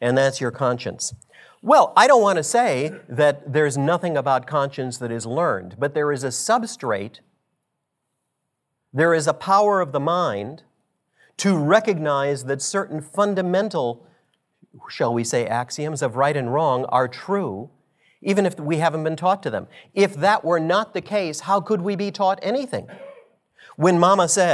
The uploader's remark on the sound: A presentation that was delivered as part of the 2017 Acton Lecture Series.